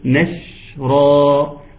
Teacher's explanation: الواجب عليك في هذا المكان ان انت تعمل تفشي للشين لو انت قارئ جيد